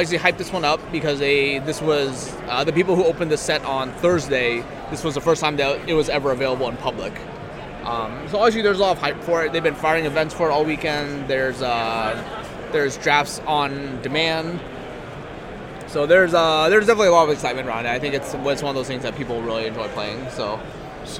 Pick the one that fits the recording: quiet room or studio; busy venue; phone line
busy venue